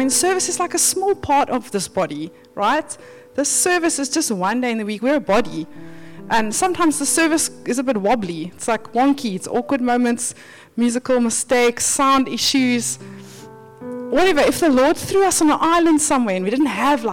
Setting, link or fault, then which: setting, large echoing room